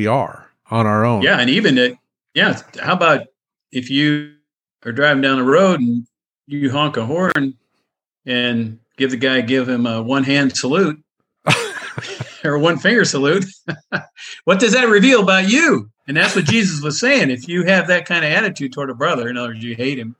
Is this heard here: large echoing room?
no